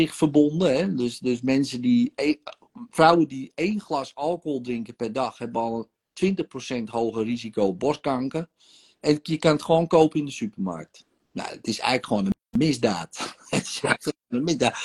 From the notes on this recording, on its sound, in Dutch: de sessie die ik live doe op Instagram